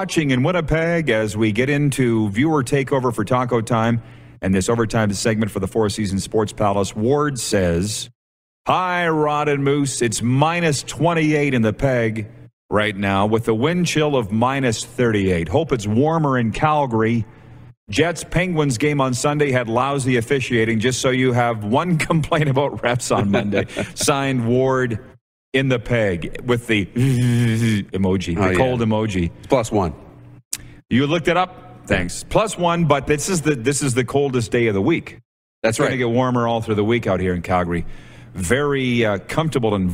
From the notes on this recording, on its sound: Live from Grey Eagle Resort and Casino in Calgary, Alberta for another week.